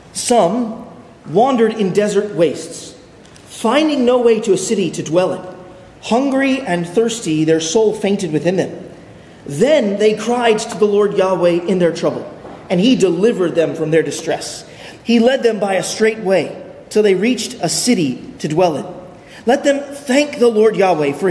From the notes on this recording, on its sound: at Arlington Baptist Church in Arlington, Virginia